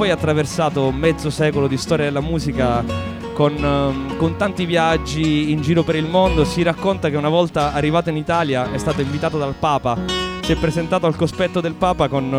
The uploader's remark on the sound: in diretta dal MONK CLUB di Roma